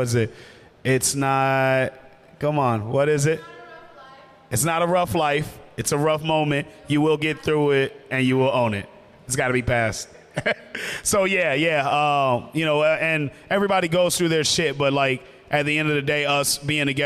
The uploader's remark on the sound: They're coming to you live from Unimpaired in the heart of Iowa City. It's their very first podcast in front of a live audience.